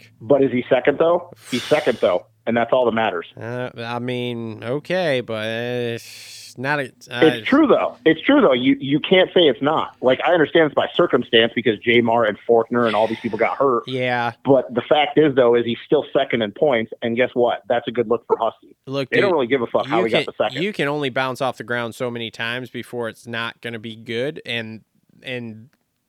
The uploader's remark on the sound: get on the phone